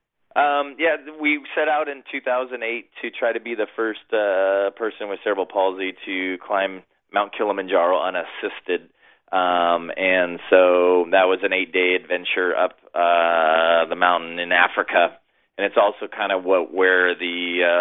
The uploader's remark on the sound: joined the show via telephone